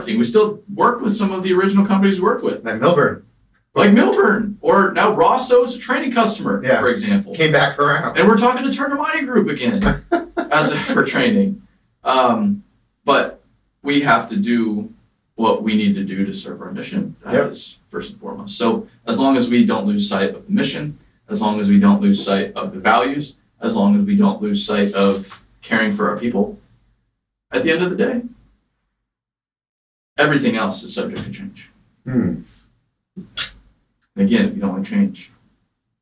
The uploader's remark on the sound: Sorry for the lack of audio quality